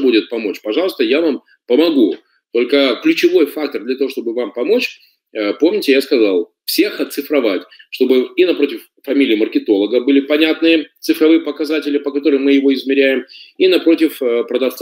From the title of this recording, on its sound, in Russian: Запись вебинара